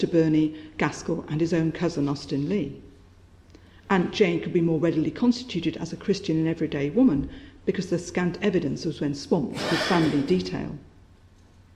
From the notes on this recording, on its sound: This podcast is one of ten podcasts recorded at the 'Silence in the Archives' conference hosted by the Oxford Centre of Life-Writing at Wolfson College, Oxford on 7 November 2015. This set of three lectures on ‘Representation, Reputation and Manipulation', were delivered as part of Panel 1a.